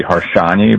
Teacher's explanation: the S is actually a sh sound in Hungarian, so it would be Harsanyi, but no one was pronouncing it right.